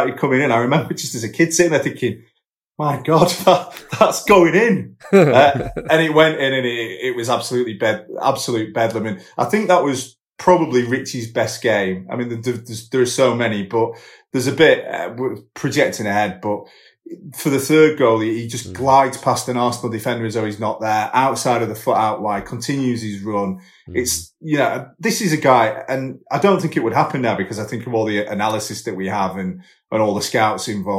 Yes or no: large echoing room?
no